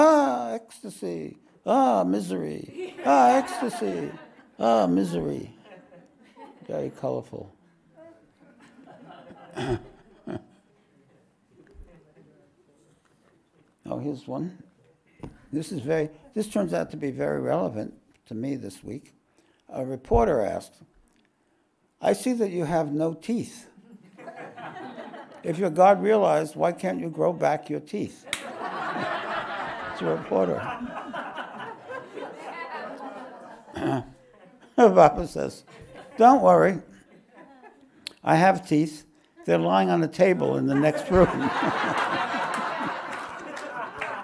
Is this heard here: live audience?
yes